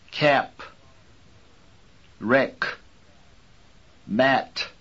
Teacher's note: Like word final T, the word final P and K may be accompanied by a sudden rush of air. Whenever the speaker wishes to be more precise or more easily understood, as in the following words, cap, wreck, mat.